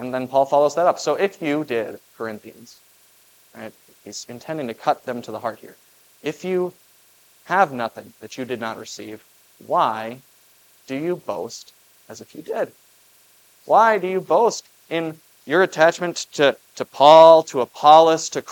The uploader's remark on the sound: Preached at Grace of God Lutheran on June 18, 2023.